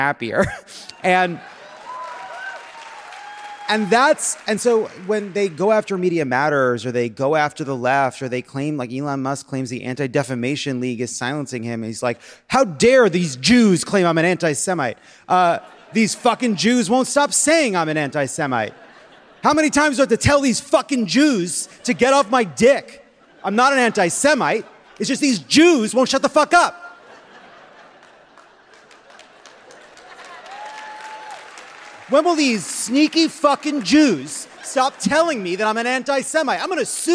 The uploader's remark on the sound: Live from San Jose!